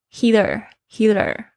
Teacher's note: 有时候那个梯呢，夹在两个元音之间会念成这个了的声音。Heater，heater，这个是美式英语的一个潜规则